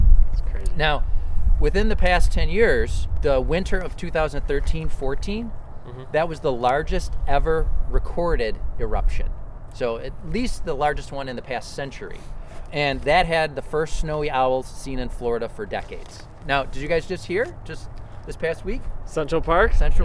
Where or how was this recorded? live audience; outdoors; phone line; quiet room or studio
outdoors